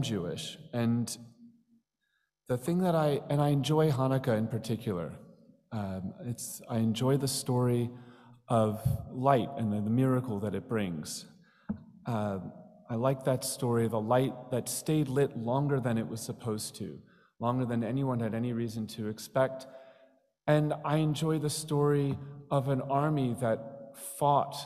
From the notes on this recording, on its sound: Stories shared in our joint Chanukah Service on December 5th, 2021. Today’s podcast features stories shared in our joint Chanukah Service.